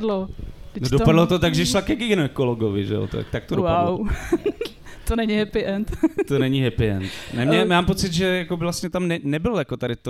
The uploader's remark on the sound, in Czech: Speciální festivalový díl TL;DR jste mohli slyšet živě na festivalu Beseda u Bigbítu v Tasově. Speciální festivalový díl TL;DR jste mohli slyšet živě na festivalu Beseda u Bigbítu v Tasově.